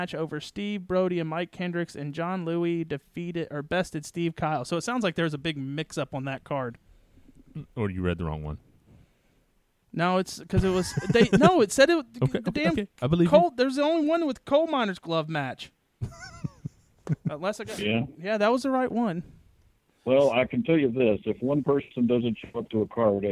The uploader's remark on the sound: calls in live from Florida